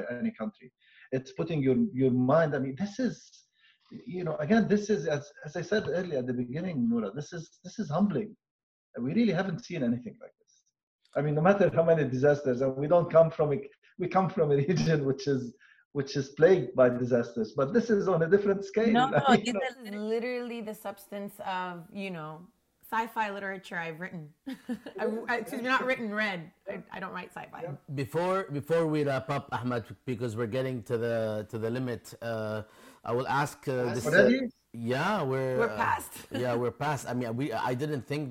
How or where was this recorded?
video call